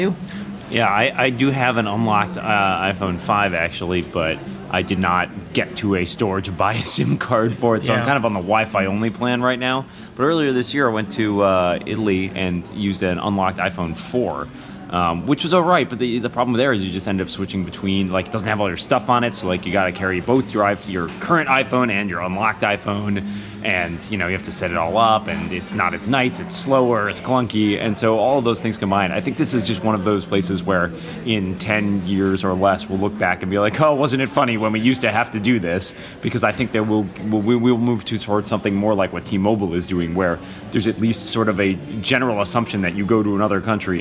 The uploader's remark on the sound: This week we're live in Montreal, Canada for the Cingleton conference!